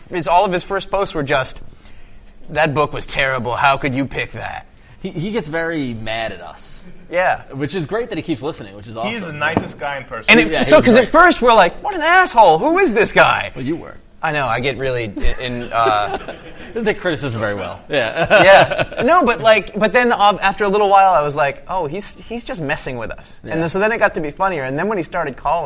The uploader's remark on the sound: We're LIVE from Heroes Con in Charlotte, NC